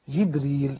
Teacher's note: حفص جبريل بدون همزة حفص يقرأ جبريل.